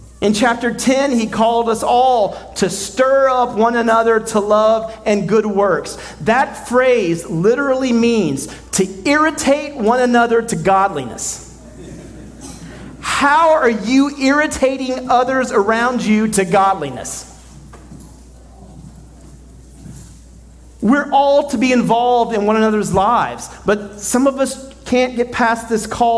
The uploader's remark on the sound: at Redemption Hill Church on Sunday, December 31st, 2023